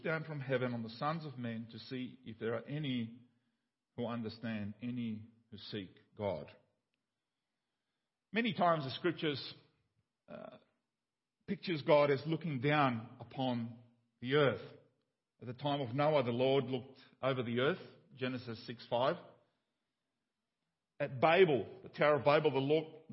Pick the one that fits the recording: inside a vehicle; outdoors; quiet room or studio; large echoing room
large echoing room